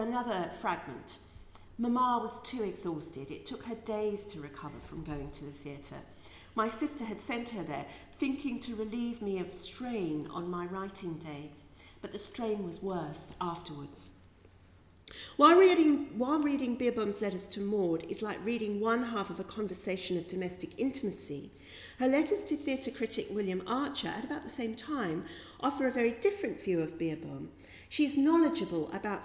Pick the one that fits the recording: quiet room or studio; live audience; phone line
live audience